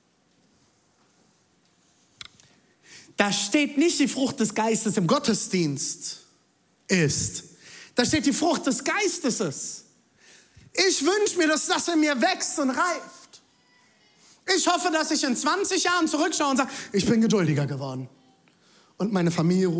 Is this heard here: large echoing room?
yes